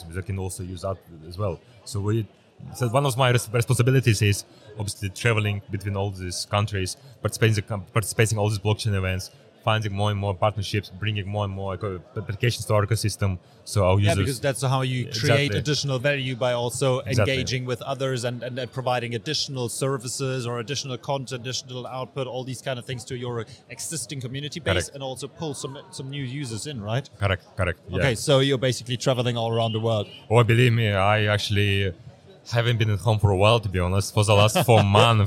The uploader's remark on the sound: at Blockchance in Hamburg and record this episode for you!